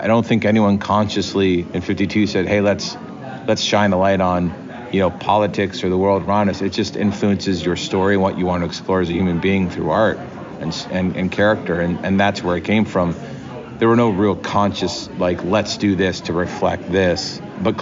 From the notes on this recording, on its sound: comes to you straight from New York Comic Con 2023